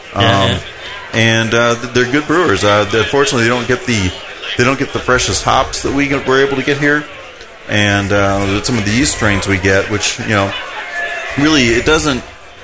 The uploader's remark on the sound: This episode was recorded live from the 2012 National Homebrewers Conference in Seattle Washington. Talk with the crowd.